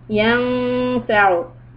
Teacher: Fil bahri bima, bima, maddi tabi'i. Yanfa'u, noon, ikhfa. Hold it, two harakat, hide the sound.